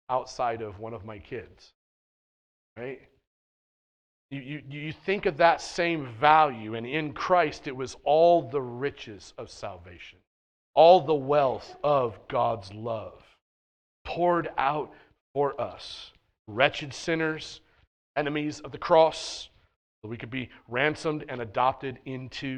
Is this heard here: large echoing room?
yes